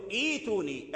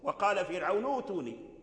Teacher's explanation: إذا أدرجنا الكلام لا تظهر همزة الوصل · Shown in: second take